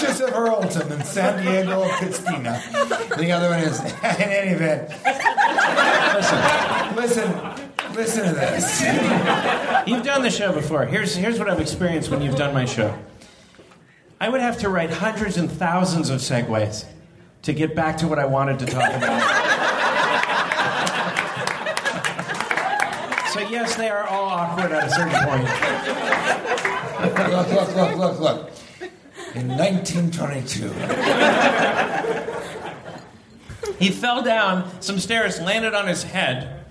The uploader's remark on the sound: Live from San Diego!